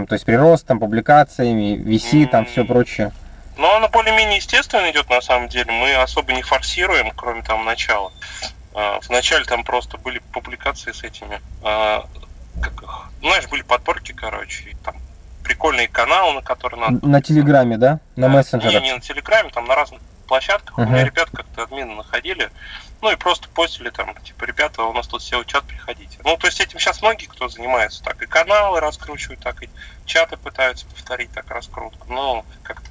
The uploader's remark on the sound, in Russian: Извиняюсь за качество записи.